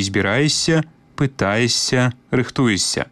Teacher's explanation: У вымаўленні тут абавязкова павінен быць падоўжаны мяккі «с».